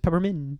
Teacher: You don't pronounce the T at the end. It's just peppermint.